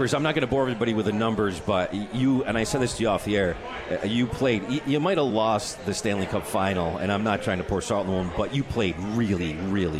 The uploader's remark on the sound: on KROCK at the 72 Tavern & Grill